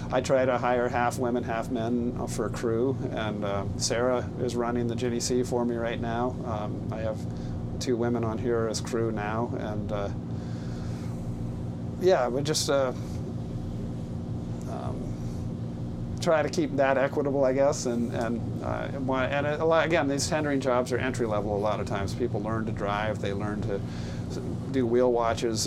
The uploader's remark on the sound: An episode recorded on board a 90’ wooden fishing vessel off the coast of Sitka, Alaska. A beautiful morning in the harbor and open water off the coast of Southeast Alaska.